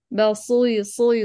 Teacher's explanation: رقق الباء وجيبي لي اطباق الصاد